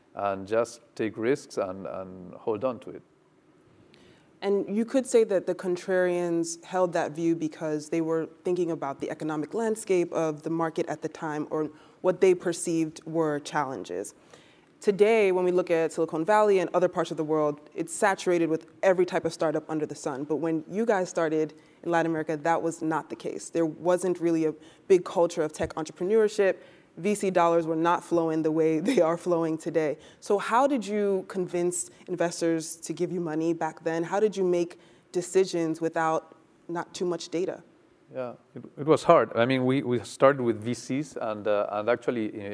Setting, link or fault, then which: setting, live audience